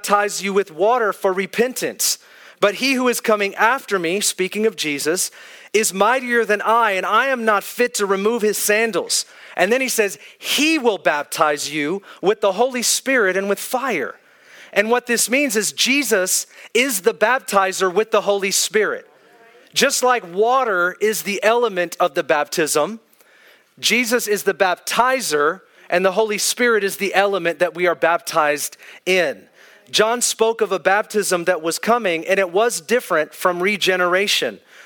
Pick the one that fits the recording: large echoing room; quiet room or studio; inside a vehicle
large echoing room